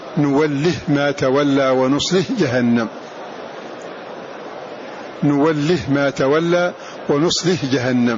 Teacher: بإسكان هذه الهاء في نوله ونصله